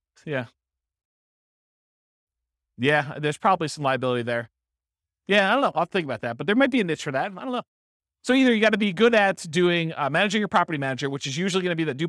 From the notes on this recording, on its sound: This was a live class recorded